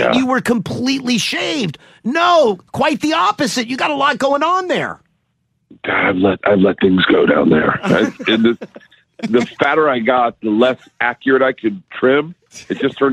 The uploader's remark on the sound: Makes a surprise call in to the show! On The Phone!